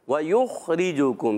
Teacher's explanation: خا کی ادائیگی حلق کے اوپر والے حصے سے، حرف حلقی میں سے